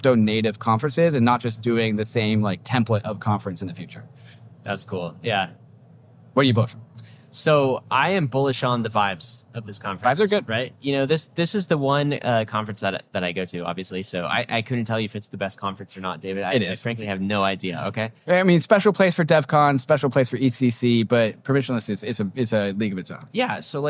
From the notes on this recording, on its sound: Live From Permissionless!